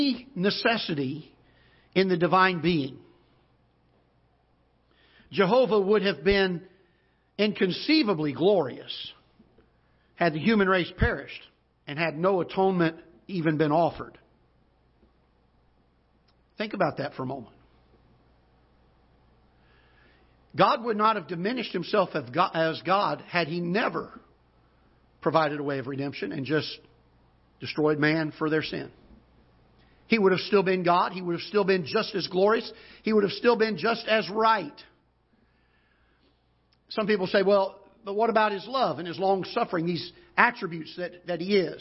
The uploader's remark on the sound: Ketha Heights Baptist Church ~ Live Broadcast